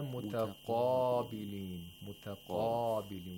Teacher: We have the highest level of تفخيم for the قاف. Again, make sure that you don't exaggerate the تفخيم by saying متقابلين.